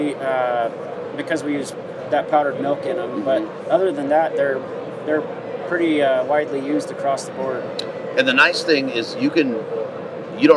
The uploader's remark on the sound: Hunt Expo Live From the Initial Ascent Mountain Dude Table. Lives from the Western Hunting and Conservation Expo in Salt Lake continues from the Initial Ascent booth!